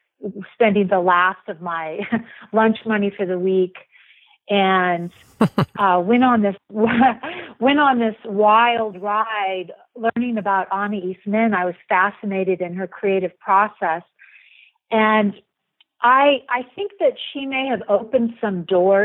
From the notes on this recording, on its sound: via telephone for this interview